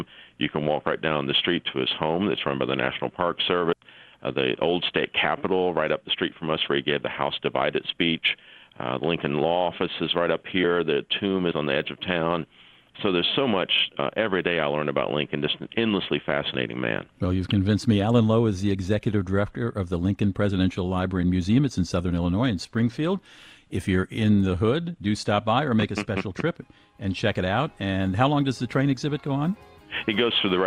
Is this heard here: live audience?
no